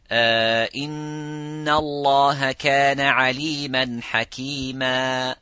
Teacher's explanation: So, for example, in the Quran, maddul iwad, you would say, aliman. The two fatha, you would replace that noon with the alif at the stop, and it makes the mad of 2 seconds.